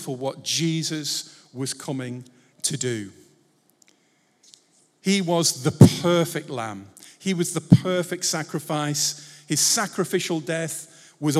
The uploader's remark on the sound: Recorded Live at Life Church Lancashire on Sunday 13th August 2023.